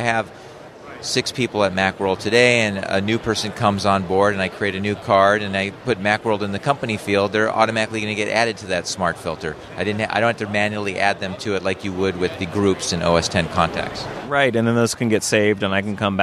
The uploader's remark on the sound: A special episode of the Maccast with the third day of interviews from the expo floor at Macworld/iWorld 2014.